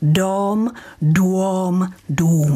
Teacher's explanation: to dlouhé O, s tím se na konci 14. století stalo to, čemu se říká diftongizace, neboli stala se z něj dvojhláska. Stalo se z něj UO.